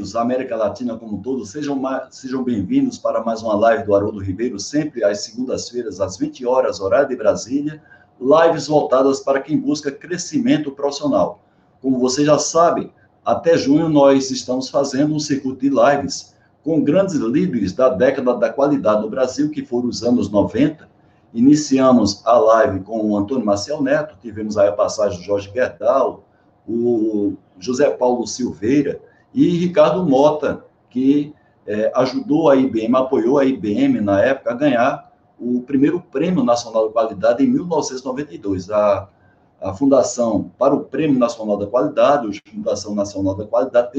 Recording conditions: video call